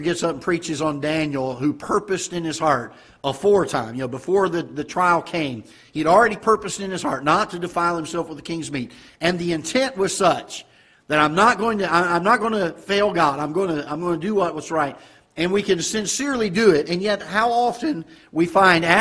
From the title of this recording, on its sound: Ketha Heights Baptist Church ~ Live Broadcast